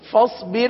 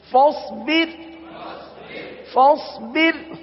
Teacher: فاصبر میں را ساکن ہے اور را ساکن سے پہلے زیر اصلی اسی کلمے میں ہے، اس لیے را کو باریک پڑھیں گے